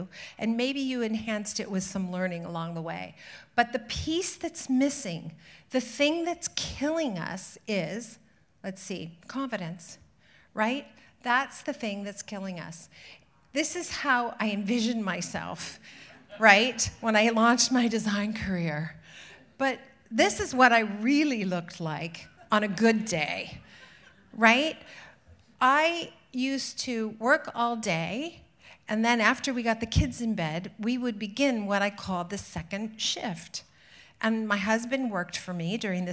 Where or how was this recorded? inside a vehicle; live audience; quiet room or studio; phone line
live audience